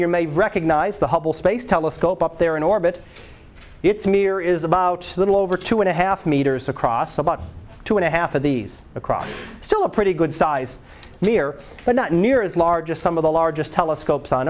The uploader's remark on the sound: Live Class Lecture